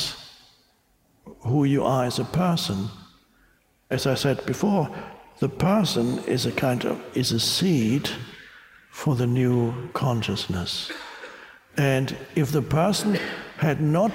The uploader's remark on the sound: talk with an audience in Budapest